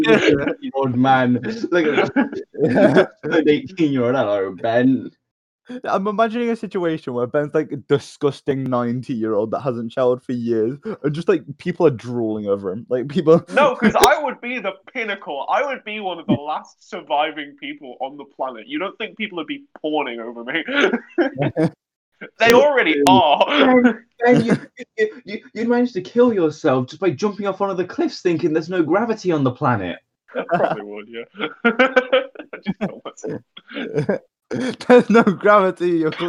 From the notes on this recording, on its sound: It cuts off bits of audio but that's just a part of the chaos.